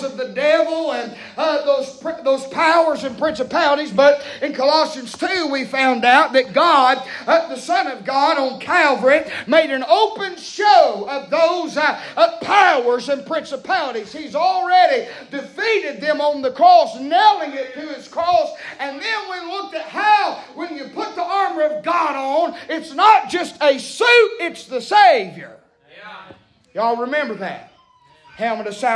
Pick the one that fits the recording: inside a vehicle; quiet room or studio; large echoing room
large echoing room